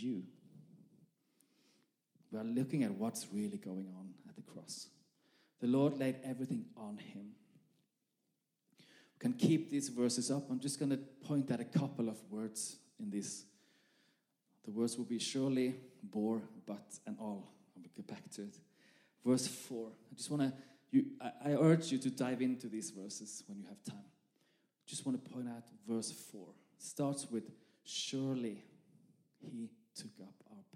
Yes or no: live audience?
yes